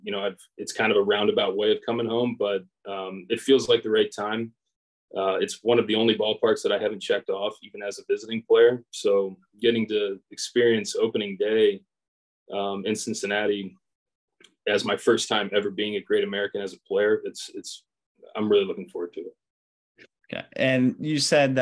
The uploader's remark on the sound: sits down on Zoom